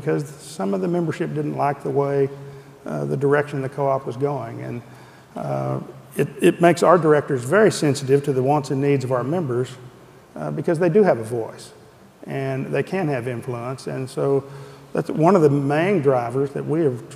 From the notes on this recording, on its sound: The best of live interviews from GreenBiz events.